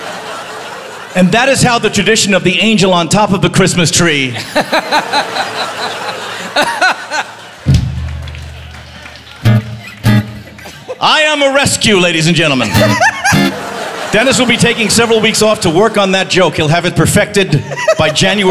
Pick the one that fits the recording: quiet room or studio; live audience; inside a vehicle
live audience